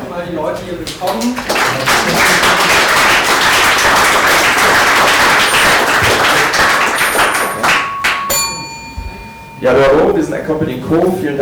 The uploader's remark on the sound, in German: Mitschnitt der BQV-Performance "Creatives Like Us" von andcompany&Co.